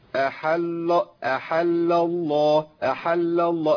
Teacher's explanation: لازم افصل بين اللام الاولى المشدده واللام الثانيه المشدده